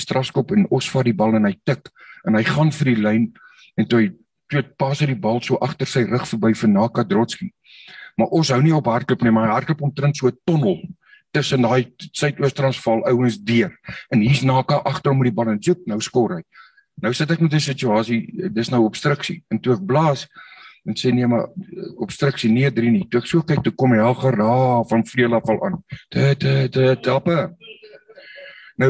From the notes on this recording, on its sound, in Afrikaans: Zoom Byeenkoms 22 Maart 2022